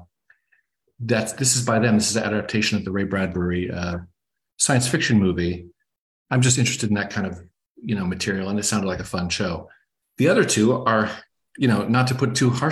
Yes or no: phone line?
no